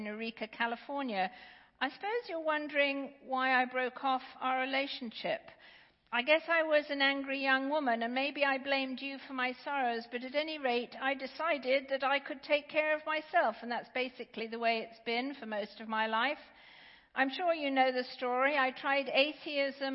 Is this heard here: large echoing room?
yes